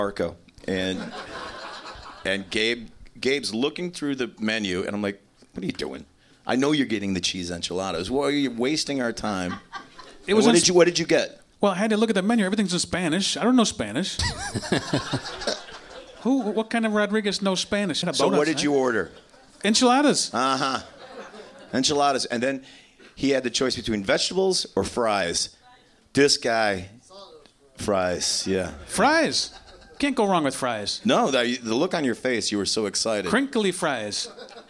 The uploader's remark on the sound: We decided to dip our toe into the whole LIVE podcast thing. Recorded live at the Gman Tavern in Chicago, IL. Some one-man acoustic jams.